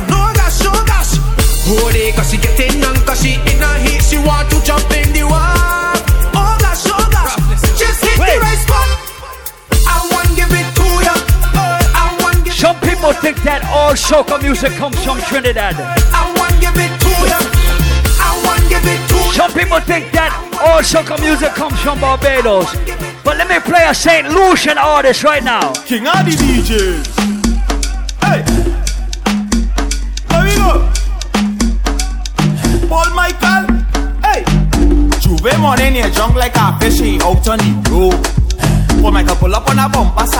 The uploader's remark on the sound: Live audio from Island Saturdays